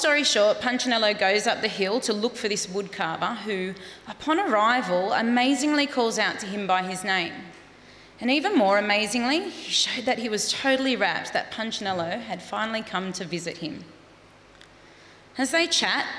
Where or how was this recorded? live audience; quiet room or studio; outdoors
live audience